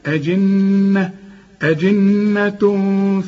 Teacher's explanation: شوف النون، شوف طلعتها أنا مشددة وفيها غنة ازاي